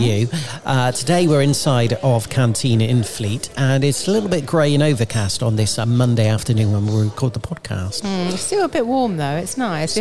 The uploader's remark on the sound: The Weekly Experience podcast is this week's podcast of community goodness recorded in Cantine.